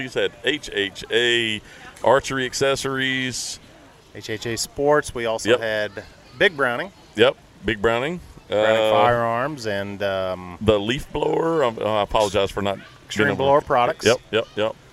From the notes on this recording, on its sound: shooting on location from The Break's annual Sponsor Appreciation Event.